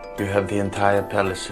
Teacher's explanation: a word like have. You have the entire palace. Is going to have a f sound at the end.